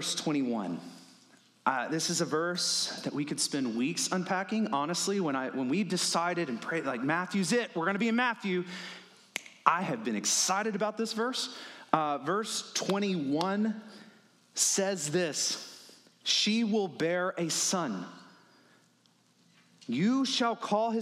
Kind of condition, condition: setting, large echoing room